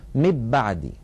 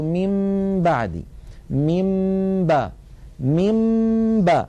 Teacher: ومر معنا في أحكام الميم الساكنة أن الميم الساكنة إن أتى بعدها باء فحكمها الإخفاء، وذلك بأن نطبق الشفتين على الميم وعلى الباء إطباقة واحدة من غير أن تتحول الميم إلى باء · Shown in: second take · يعني لا نقول مب بعدي، لو قلنا مب بعدي لكان إدغاما، ولو قلنا من بعدي لكان إظهارا.